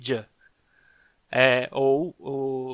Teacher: você faz os dois sons ao mesmo tempo e por isso vira tch